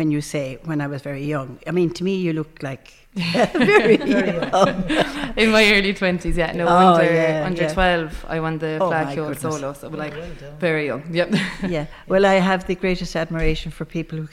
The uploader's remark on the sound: With a snippet of some of the music performed at the concert. Live from the Community Hall Feakle as part of the 36th Feakle trad Festival.